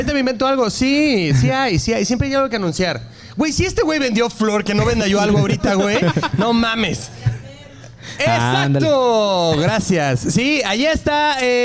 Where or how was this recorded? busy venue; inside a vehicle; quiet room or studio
busy venue